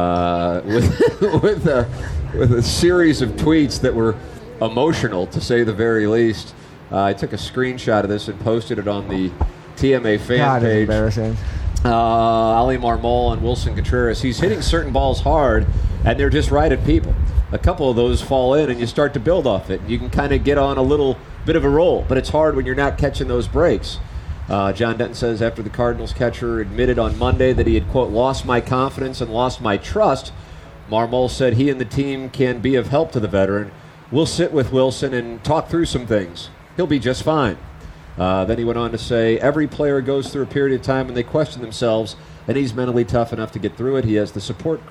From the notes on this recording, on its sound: TMA Day at the Ballpark. We are Live from Salt + Smoke at BPV!